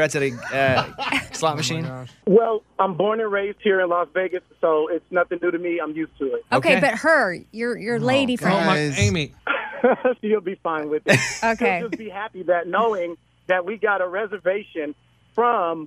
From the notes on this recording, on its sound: A listener called